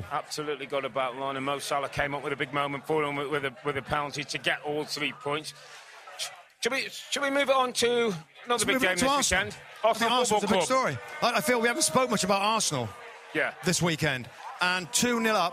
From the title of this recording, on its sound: Live from the Premier League Mornings Fan Fest in Austin!